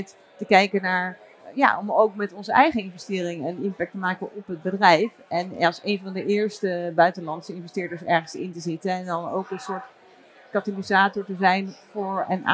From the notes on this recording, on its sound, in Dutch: live vanaf het cardano-podium op Fund Seminar 2023